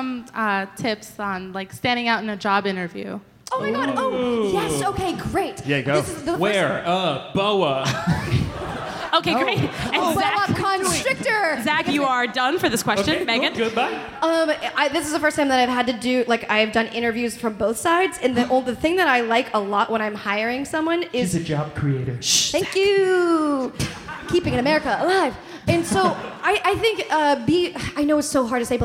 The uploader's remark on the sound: live in Chicago!